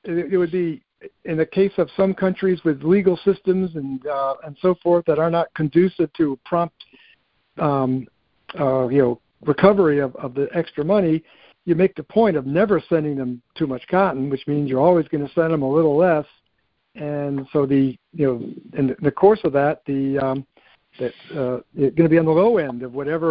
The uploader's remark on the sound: August 2023 Monthly Cotton Conference Call